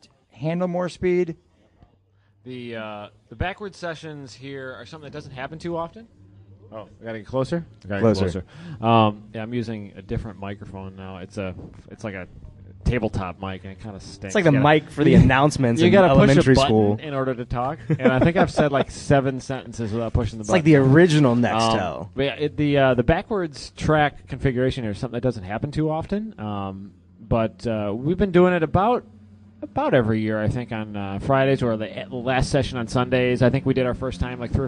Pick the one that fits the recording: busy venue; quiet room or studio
busy venue